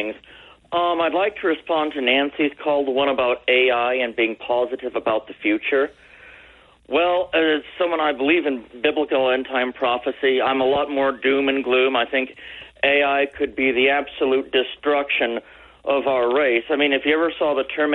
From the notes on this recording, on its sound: We had open phones during the first hour. Took calls for a full hour.